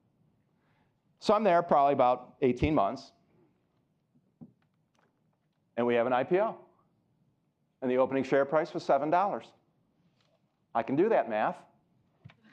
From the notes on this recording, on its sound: keynote address at Citibank’s “Leading to Become the Best” Conference